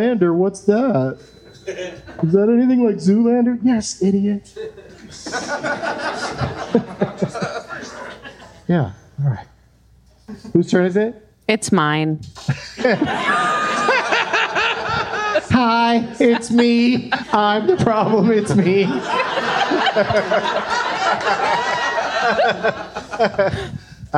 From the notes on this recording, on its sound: Live from the Helium Comedy Club in Portland